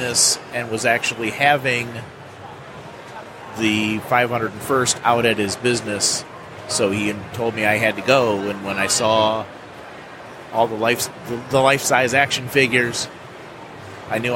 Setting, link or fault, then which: setting, busy venue